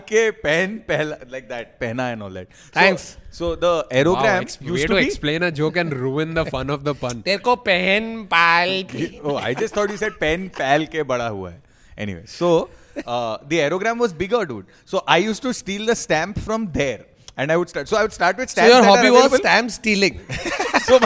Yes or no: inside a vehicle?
no